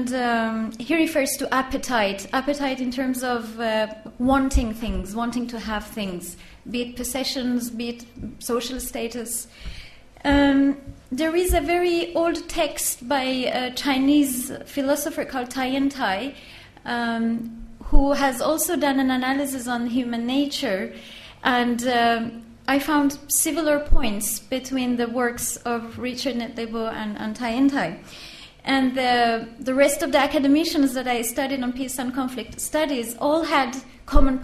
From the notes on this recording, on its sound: This public lecture is part of the LSE Arts exhibition Internal Worlds, External Relations.